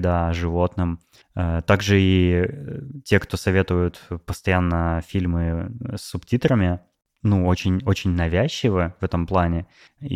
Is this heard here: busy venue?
no